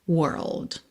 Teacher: Lembra de pensar primeiro até o R, were, depois bota o L lá no céu da boca, língua no céu da boca, world, e depois o D, world, ok?